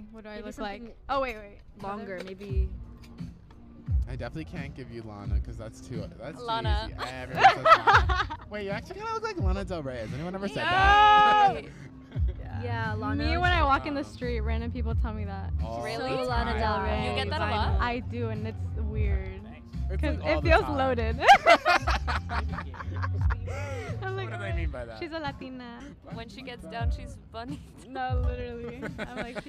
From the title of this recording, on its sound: LIVE from SpringFest